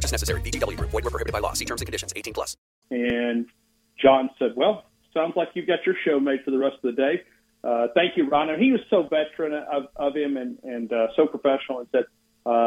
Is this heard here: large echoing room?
no